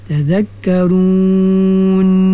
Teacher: Dan kita waqaf di nun tu, dia ada sifat yang khusus untuk nun dan juga mim ha? Nun dia ada sifat gunnah ha? Sifat gunnah tu dia makhrajnya khayshum, gemaan tu.